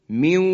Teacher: حالا میرسیم به حرف واو، من واقن به این شکل ادغام میشه، من واقن، نون از بین میره، حرف واو مشدد میشه و دو حرکت هم غنه